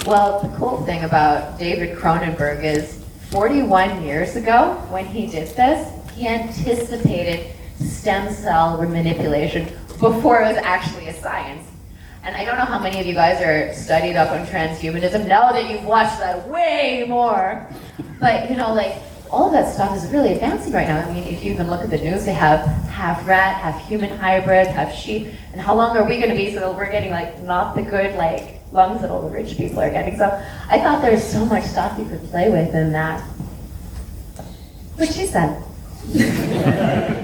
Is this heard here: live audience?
yes